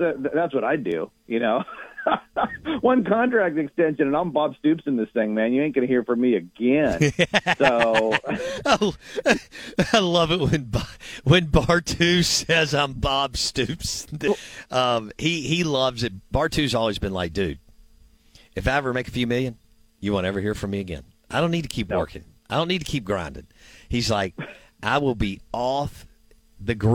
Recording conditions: phone line